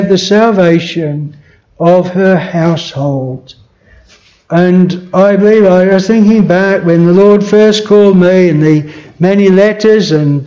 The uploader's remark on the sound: This sermon was preached at Bethel Chapel Luton.